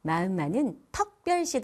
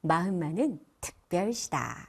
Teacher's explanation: 특별시의 의 발음을 어로 하는 사투리예요 · Shown in: first take